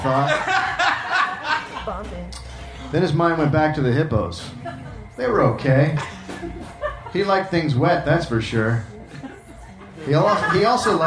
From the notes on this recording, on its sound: Recorded May 17 at The Virgil in Los Angeles.